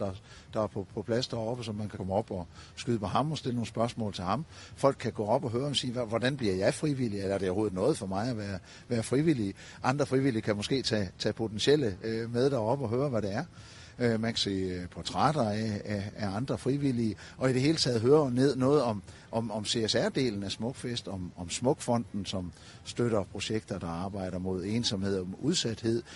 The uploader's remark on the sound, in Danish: Ambassaden på Smukfest. Live fra det nye Capriområde på Smukfest.